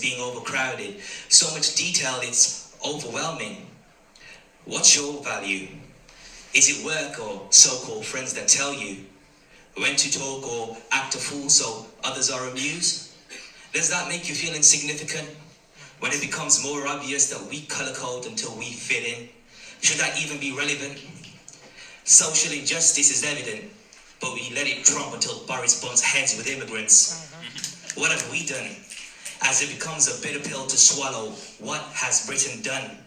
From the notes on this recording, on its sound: live performance at poetry jam in Waylands Yard in Birmingham